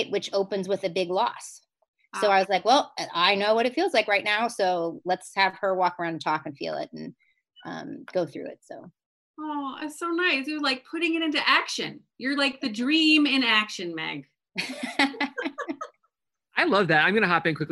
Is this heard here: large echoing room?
no